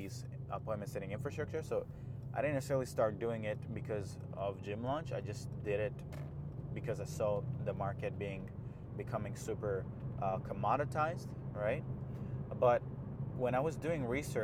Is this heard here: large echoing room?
no